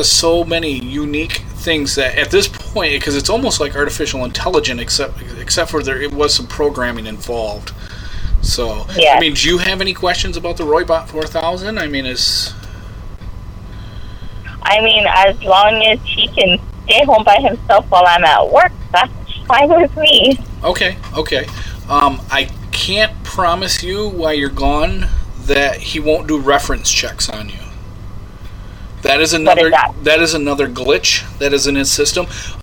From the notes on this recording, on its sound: …'s Personal Prank Phone Calls Collection.